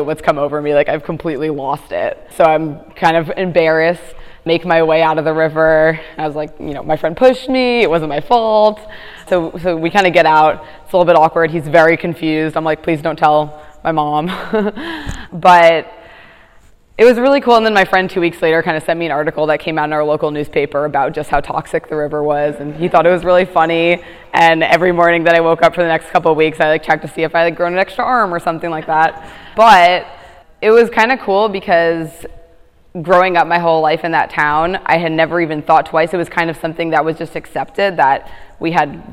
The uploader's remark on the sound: This episode is part of a series of stories we collected at our live storytelling event last year at the Race to Alaska sendoff party in Port Townsend, Washington.